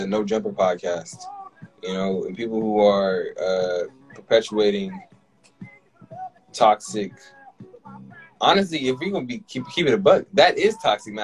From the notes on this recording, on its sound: hopped on Instagram live